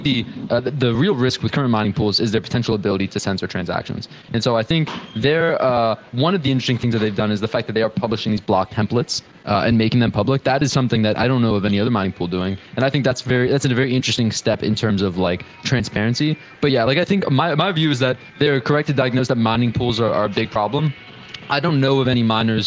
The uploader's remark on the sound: live from Pubkey